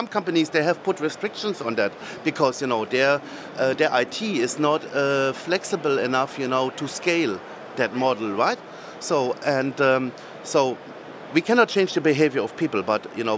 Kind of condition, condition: setting, busy venue